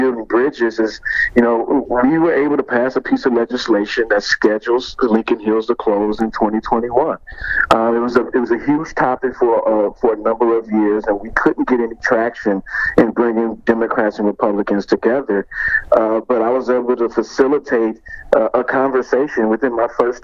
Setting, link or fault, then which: link, phone line